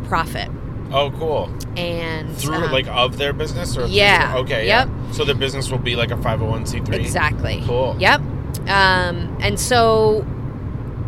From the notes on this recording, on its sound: Roadtrip! Recording their show from a moving automobile.